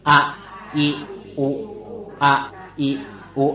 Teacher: มันจะไล่ฐานจากข้างในเข้ามาเลยอะอยู่ข้างในลำคออีมาเพดานอุมาริมฝีปาก